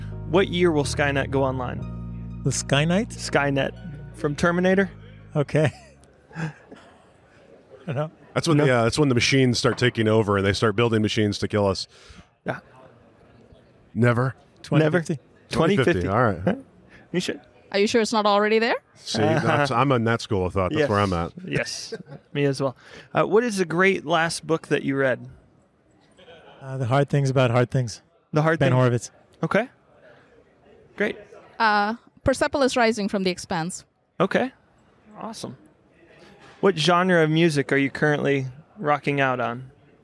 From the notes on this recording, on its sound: Sit down at the Spark+AI Summit in San Francisco, sponsored by DataBricks.